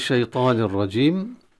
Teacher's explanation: في نهايتها التنوين تدغم في الراء إدغاما تاما من غير غنة، والراء حالتها التفخيم